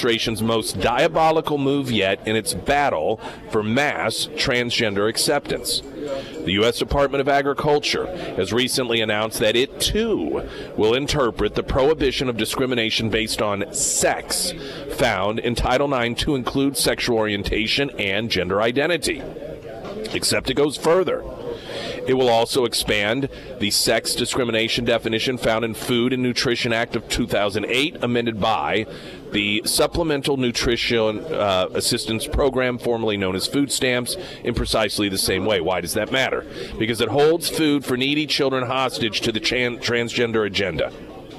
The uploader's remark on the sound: Is live at Scramblers Diner for the Friday Road Show & Heroes Breakfast.